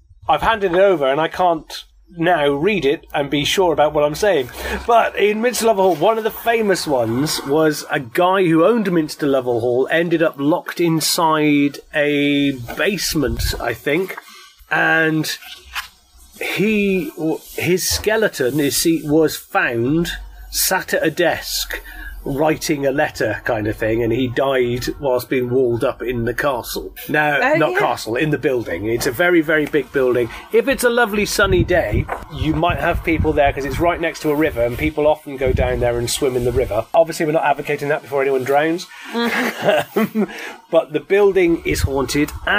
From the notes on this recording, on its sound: As we are recording in gardens the sound quality is not our usual Studio sound and will have added sound effects like neighbors, birds, motorbikes, and this time even a construction site.